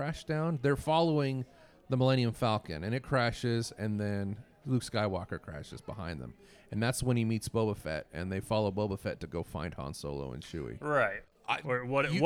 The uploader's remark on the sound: live from KramusCon in Boise, ID.